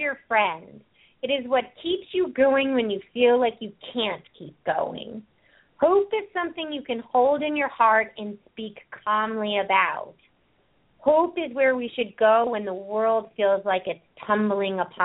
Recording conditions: phone line